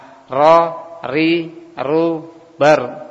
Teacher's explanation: Punggung lidah itu ikut yakni menyentuh kepada gusi atas